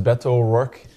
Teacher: the O's blend together, almost like a Spanish pronunciation